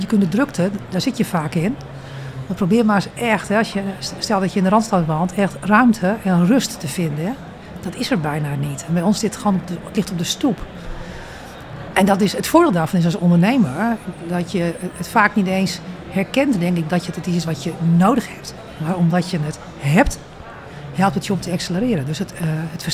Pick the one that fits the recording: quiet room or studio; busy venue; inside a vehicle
busy venue